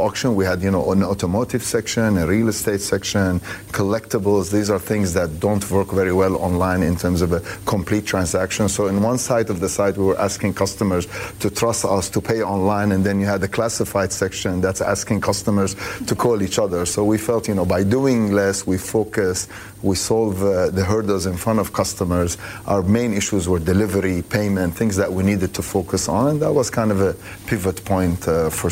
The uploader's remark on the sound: live from the New York Stock Exchange